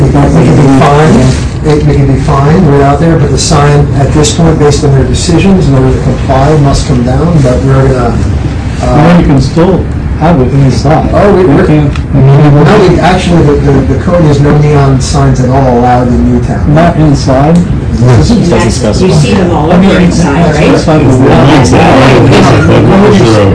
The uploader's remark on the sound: met with about 15 people outside the meeting room.